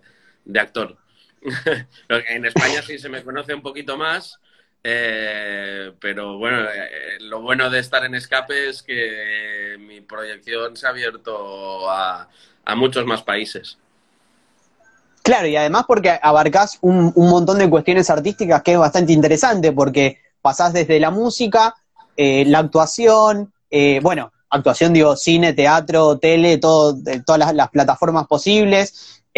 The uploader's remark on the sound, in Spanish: Audio extraído de IG LIVE